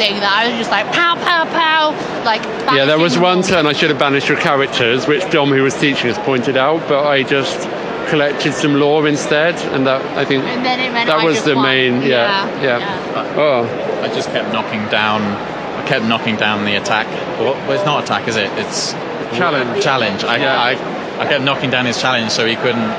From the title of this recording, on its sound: Live from UK Games Expo 2023